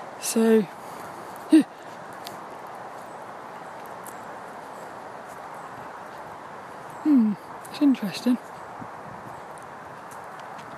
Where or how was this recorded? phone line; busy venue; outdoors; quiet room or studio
outdoors